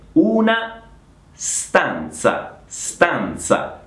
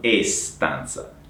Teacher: non c'è la E davanti alla S · Shown in: first take